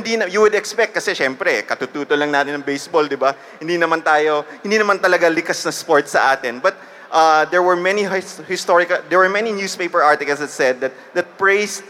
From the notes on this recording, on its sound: Team were invited to do a live panel at "Hear For It," the first podcast festival in the Philippines!